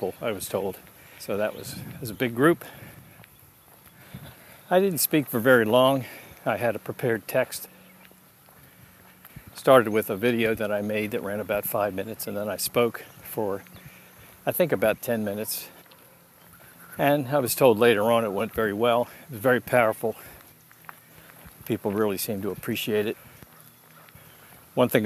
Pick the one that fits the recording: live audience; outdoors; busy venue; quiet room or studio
outdoors